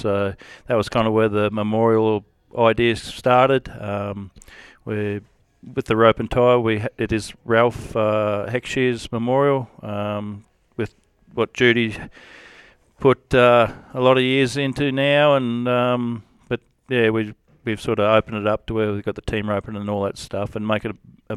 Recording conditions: busy venue